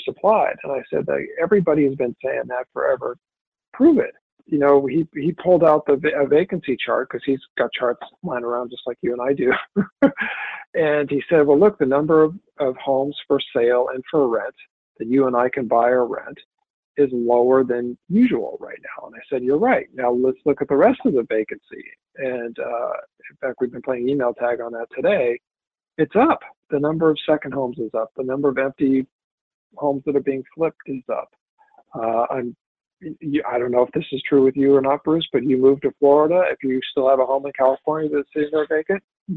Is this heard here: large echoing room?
no